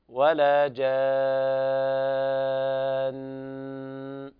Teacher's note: الوجه الاول ان نقف عليها بالسكون المجرد كما قراتها قبل قليل هكذا ولا جان، ونقف على النون بالغنة لأن الغنة ملازمة لحرف النون لا تنفك عنه بحال، فبعض الناس يقرأ لحنا ولا جان كأنها عرض للسكون، هي ليست مخففة هي مشددة، النون المشددة تغني مقدار حركتين وصلا